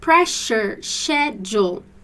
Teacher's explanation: And the British version of schedule, we have a kind of CH or X sound.